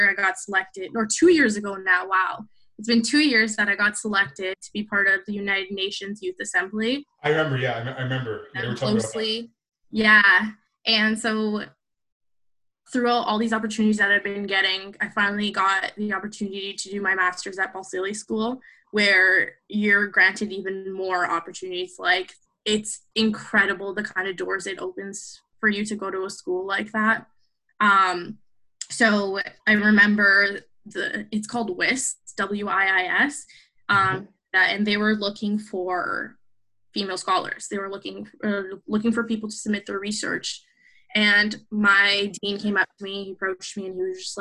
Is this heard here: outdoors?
no